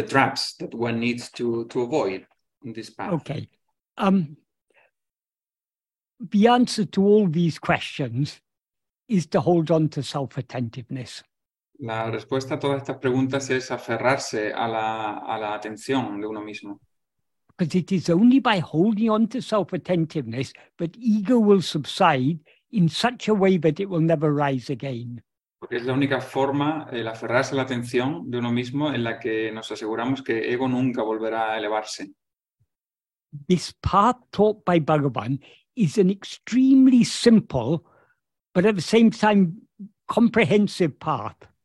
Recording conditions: video call